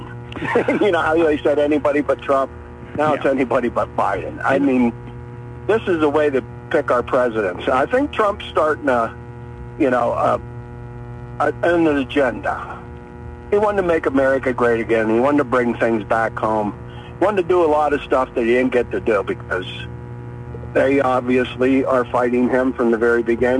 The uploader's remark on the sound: then open phones